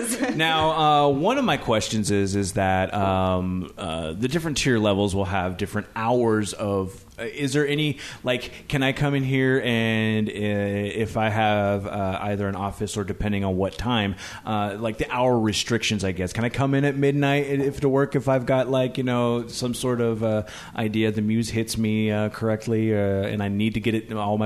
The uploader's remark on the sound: They recorded at the Union Club location. Union Club at 539 Broadway.